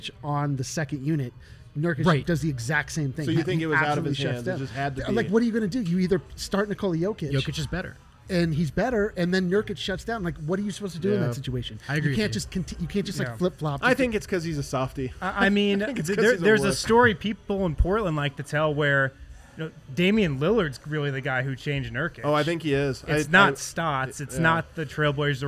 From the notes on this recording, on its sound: The guys are live from the DNVR Bar